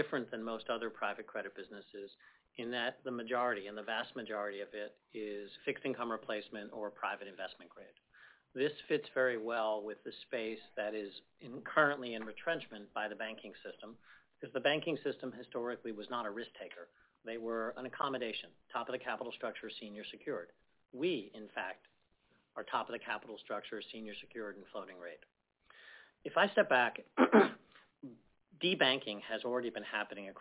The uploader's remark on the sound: 1Q’23 Apollo Global Management, Inc. Earnings Conference Call.